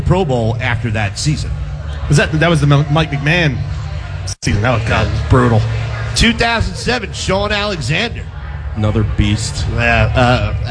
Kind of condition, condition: setting, busy venue